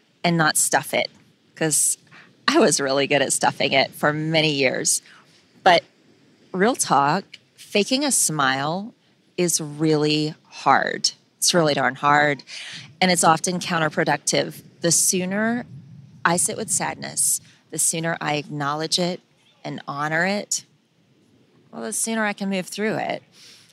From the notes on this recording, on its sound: In this solocast. She recorded this from the beach, and a couple of fun things happened.